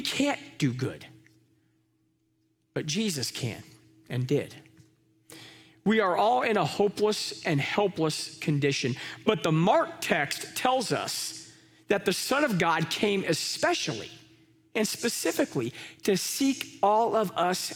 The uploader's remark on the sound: Live from our Celebration Ministry Center